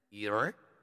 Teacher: 鱼的口型不变，舌头呢往上卷 · Term: 卷舌元音